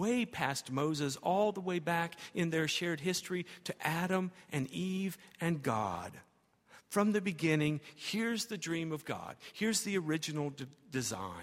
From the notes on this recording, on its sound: at Highland Baptist Church